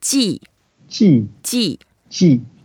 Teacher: fourth tone, we make it down as if we were a little bit excited